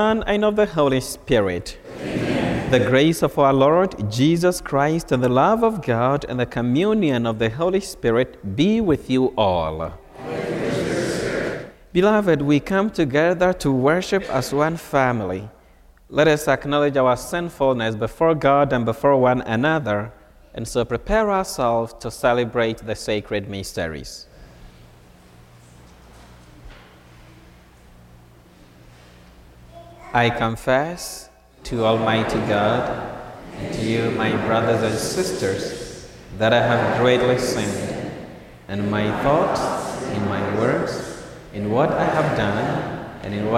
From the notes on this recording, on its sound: Recorded on Saturday, June 17, 2023 at Holy Spirit Catholic Church in Creston, Iowa.